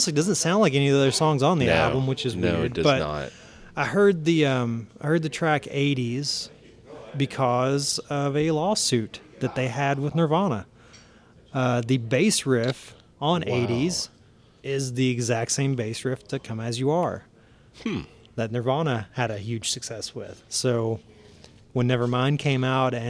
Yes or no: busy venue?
yes